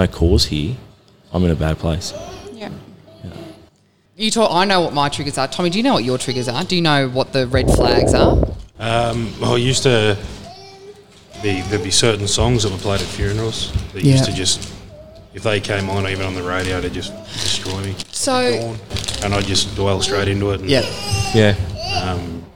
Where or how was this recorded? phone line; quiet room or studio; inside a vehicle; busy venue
busy venue